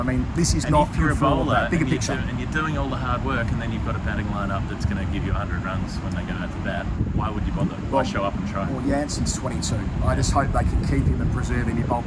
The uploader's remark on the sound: Forgive the wind sound, we're still working on the audio set-up for these.